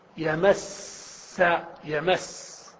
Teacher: يا ماء، شوف الميم مفتوحة، يا ماء ليست يمي ولا يمو